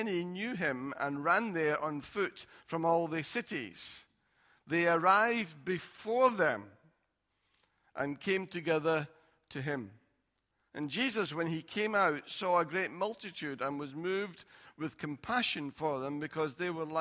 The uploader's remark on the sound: Recorded at freedomcentre church, Preston on Sunday 10th November 2019